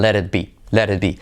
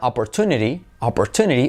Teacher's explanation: Tanto la T como la D se convierte en una R suave de español, en español como María, como pero